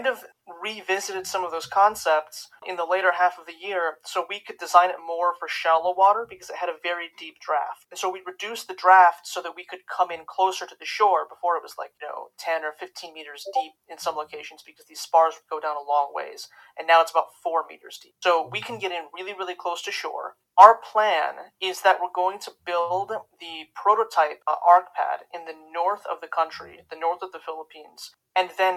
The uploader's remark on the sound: This year, we moved those events to the TSI Discord Server and are recording them for this podcast. The audio quality of these first two episodes is a little rough.